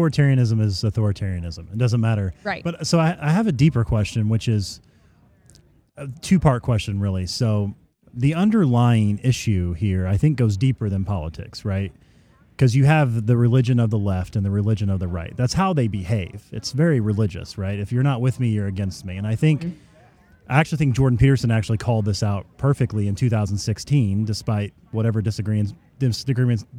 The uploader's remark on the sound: Live from FreedomFest in Memphis, TN!